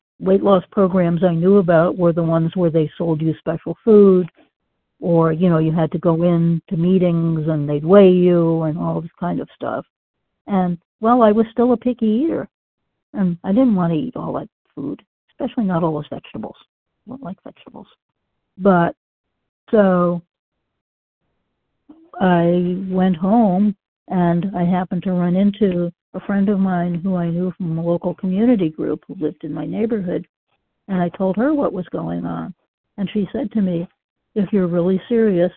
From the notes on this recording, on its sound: the 100 Pounders Phone Meeting